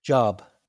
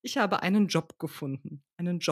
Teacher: Und wir verkürzen den Vokal und äh, was ganz typisch ist, wir haben die Auslautverhärtung. Also das B sprechen wir ganz deutlich hörbar als P aus. · Shown in: second take